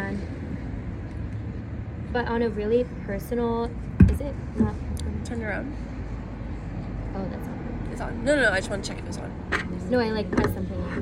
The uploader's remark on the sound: Excuse the background noise